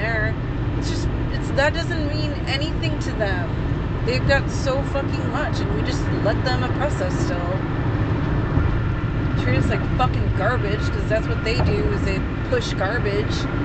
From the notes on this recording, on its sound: Almost died in traffic during this recording